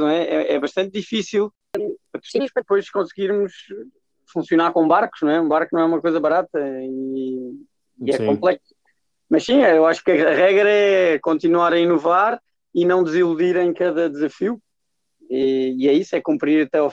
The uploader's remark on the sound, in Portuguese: Esta semana, a ligação não era a melhor talvez o Cumbre Vieja não tenha ajudado.